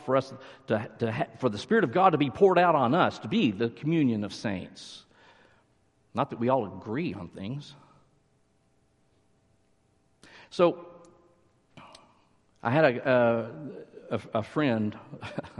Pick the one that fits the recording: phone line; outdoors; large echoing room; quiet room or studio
large echoing room